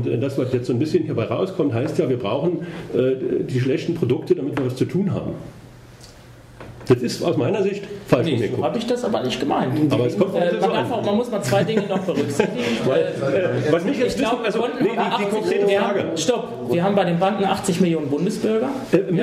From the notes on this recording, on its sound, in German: Vortrag über mobile Betriebssysteme in Petersberg. Aufzeichnung des Vortrags über mobile Betriebssysteme auf der Bundesfachgruppe IT Tagung in Petersberg bei Fulda.